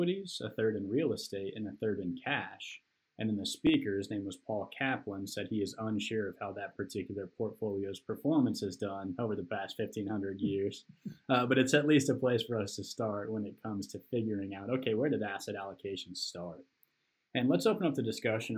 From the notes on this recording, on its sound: After battling through some technical difficulties in producing this podcast. Produced with some low quality audio.